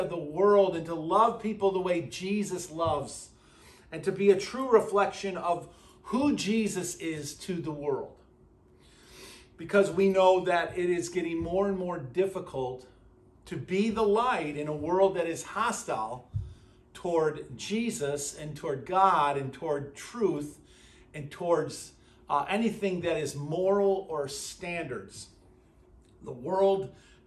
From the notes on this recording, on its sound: at Burlington Christian Church on February 4th, 2024